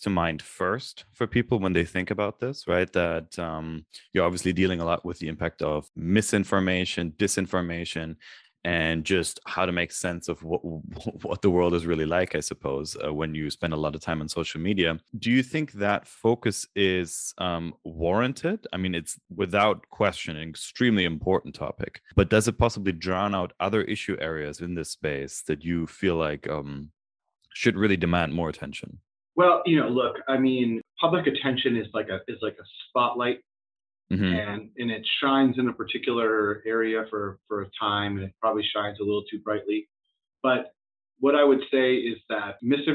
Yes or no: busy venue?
no